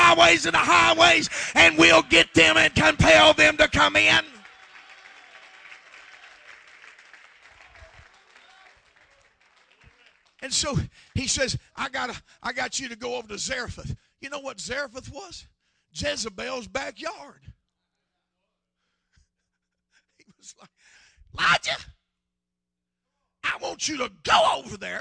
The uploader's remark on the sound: preaches at the Abbeville Apostolic Men's Conference in Abbeville, LA